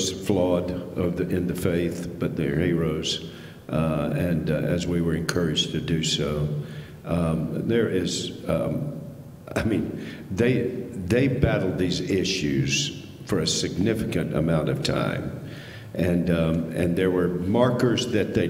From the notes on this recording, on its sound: This recording is from the 2023 Gospel Reformation Network Conference held in Charlotte, NC in May.